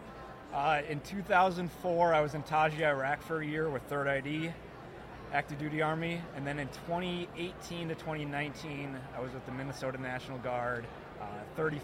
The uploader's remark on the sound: Podcast at AmFest